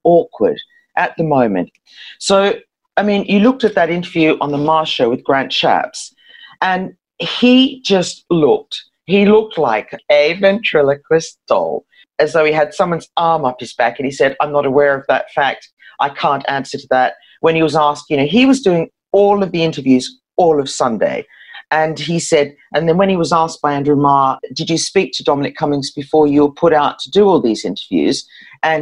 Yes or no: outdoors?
no